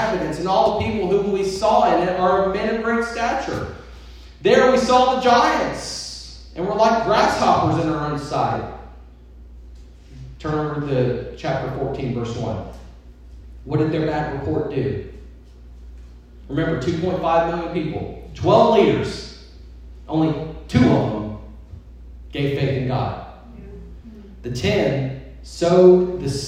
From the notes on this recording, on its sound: This episode is a different format than our normal episodes as it includes a sermon preached at our church in Tennessee.